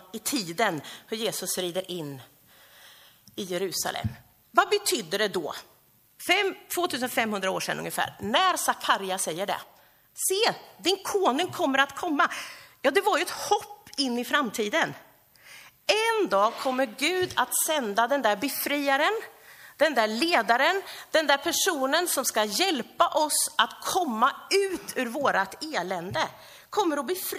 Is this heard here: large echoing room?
yes